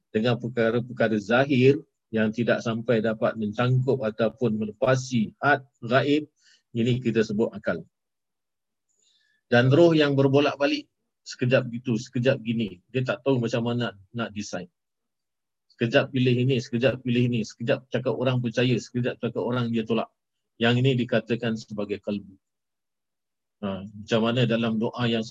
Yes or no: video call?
yes